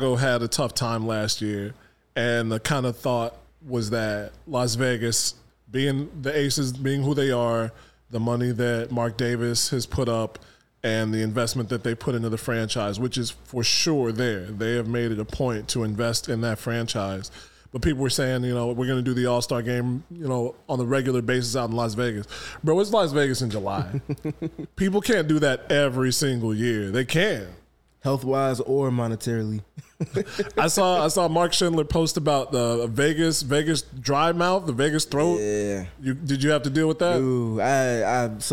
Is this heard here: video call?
no